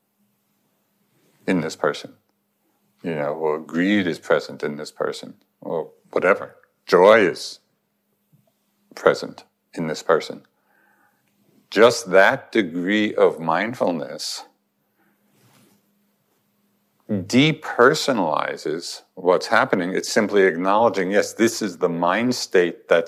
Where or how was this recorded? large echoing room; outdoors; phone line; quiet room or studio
large echoing room